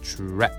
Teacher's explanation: Formal 6 Strong 0 Attractive 魅力的な発音ラダー T から R つながってるので、ね、tra でさらにその後に控えてる母音が、ね、この英語らしいこの舌を舌じゃないや口を横に引いて、ね、そのまま縦に開けてあいうえおのね、もはやおなじみですね、これが全部重なると tra でこのうーって聞こえてるときは唇がすぼまってるし舌も引かれてるんだよ